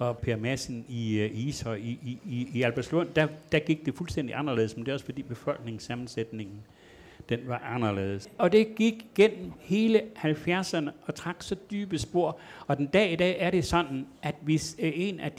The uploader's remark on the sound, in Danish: Ronkedorerne var til lejligheden flyttet til foyeren i Københavns Hovedbibliotek med en oplagt publikum som tilhører.